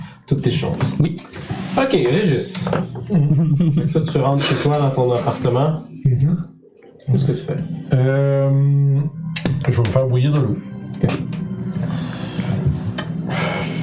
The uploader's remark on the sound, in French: Vous remarquerez que nous avons eu quelques problèmes de son pour cet enregistrement.